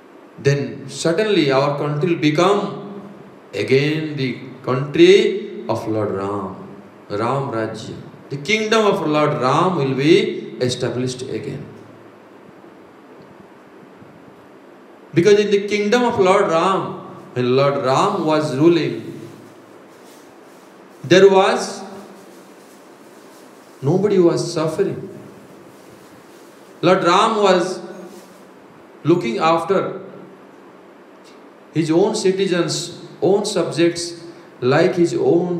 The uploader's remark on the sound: Live from 'Radha Govinda Asram', Radhakund